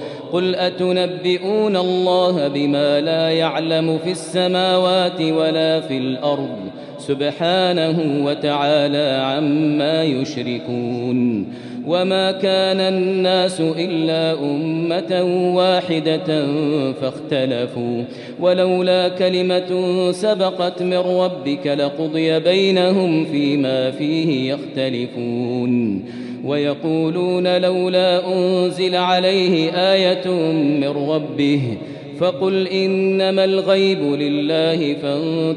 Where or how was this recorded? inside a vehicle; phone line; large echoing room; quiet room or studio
large echoing room